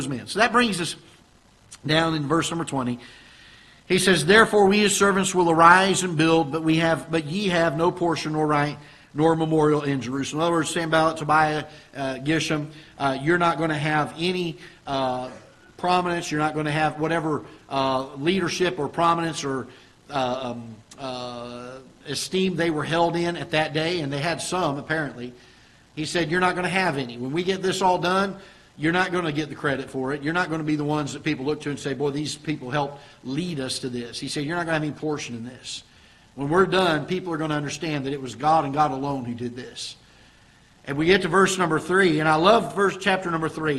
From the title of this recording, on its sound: Ketha Heights Baptist Church ~ Live Broadcast